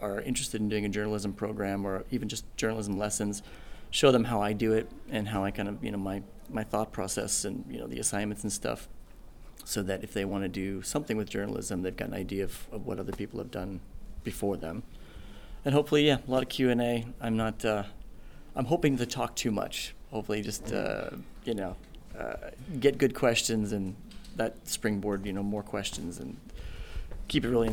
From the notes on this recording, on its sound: KOTESOL 2023: “Man-on-the-street” from Seoul.